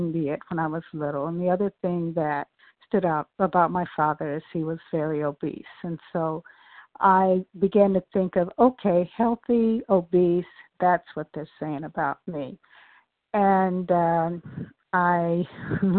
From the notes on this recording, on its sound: from the 100 Pounders Phone Meeting on 12/11/20